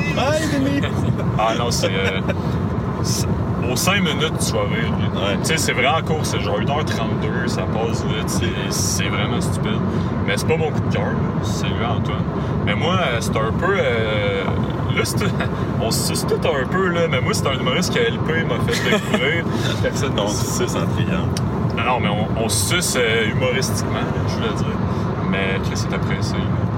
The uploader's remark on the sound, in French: se déroule sur la route alors que vos animateurs se rendent à un open-mic à St-George de Beauce